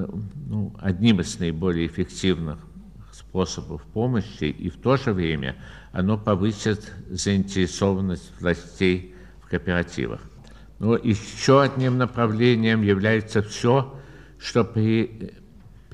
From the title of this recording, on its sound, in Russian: Лионская лекция. Ответы на вопросы.